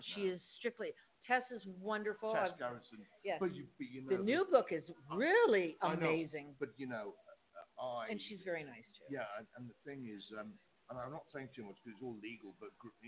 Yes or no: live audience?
no